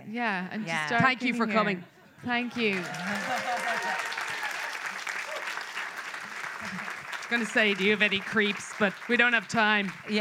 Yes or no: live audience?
yes